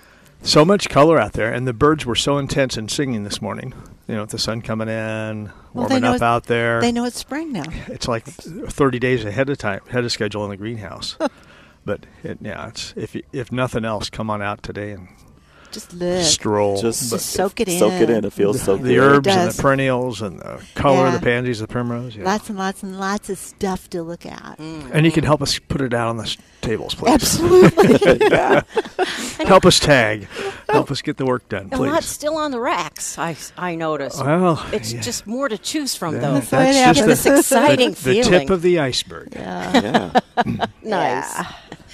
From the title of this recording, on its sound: Live at Prairie Gardens